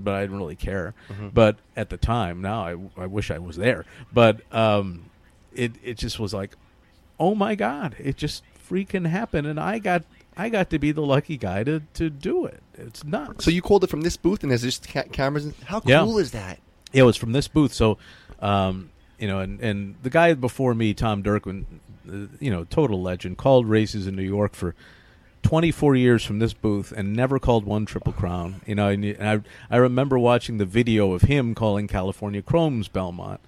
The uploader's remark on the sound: live from Belmont Park